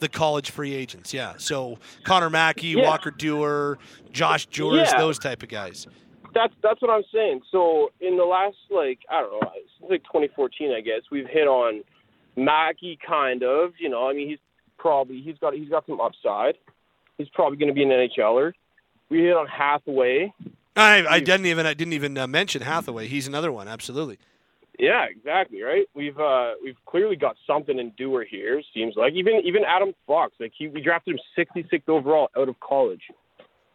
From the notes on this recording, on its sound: we open up the Phone and Text lines